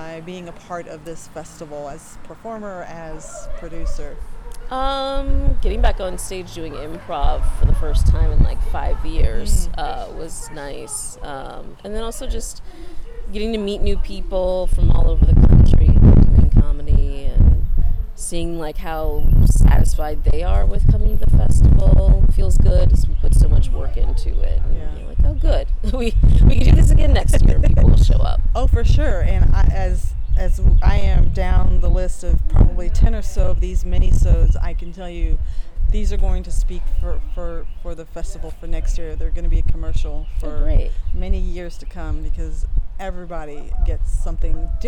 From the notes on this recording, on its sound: Producer Minisode Compilation from 2023 Lysistrata Comedy Festival. I apologize for the wind noise that happens in some of the recordings. Every attempt was made to eliminate it as much as possible.